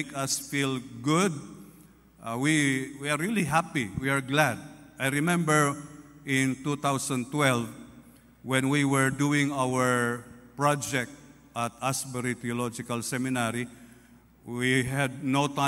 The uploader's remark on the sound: This podcast was recorded live last April 9, 2023 at Zamboanga City Alliance Evangelical Church.